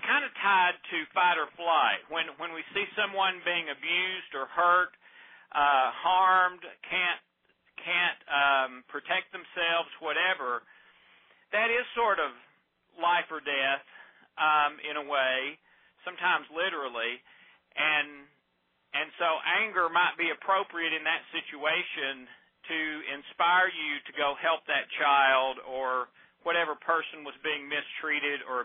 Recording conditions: phone line